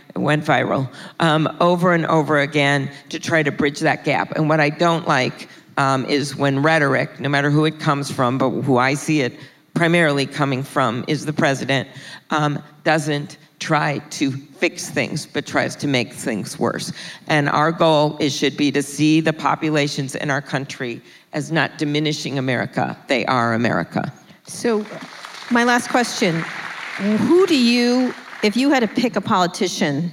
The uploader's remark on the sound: In front of a live audience at South by Southwest.